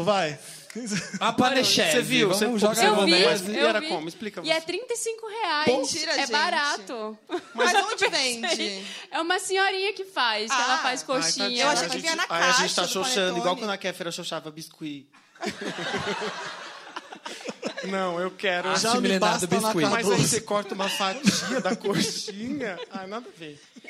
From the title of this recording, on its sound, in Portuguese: Especial de Natal ao Vivo